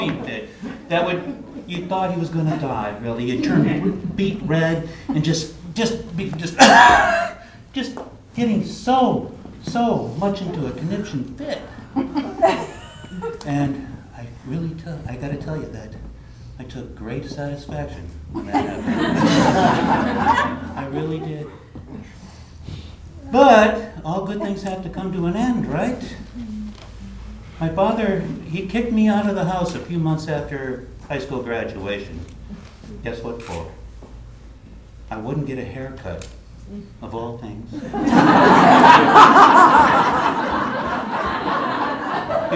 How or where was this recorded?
live audience